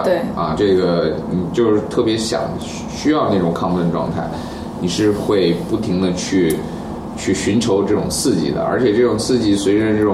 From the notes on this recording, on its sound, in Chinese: 本期节目为在张大妈办公区用录音笔录制，可能有街道上的杂音，请见谅。